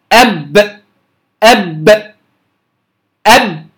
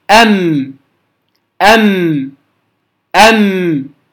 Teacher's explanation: تخرج بانطباق الشفتين انطباقا شديدا، يكون النطق بها أشد من النطق بالميم. أب أب أب، لو كتمناها لن تخرج الباء واضحة، لذلك من صفات الباء كما سيأتي القلقلة.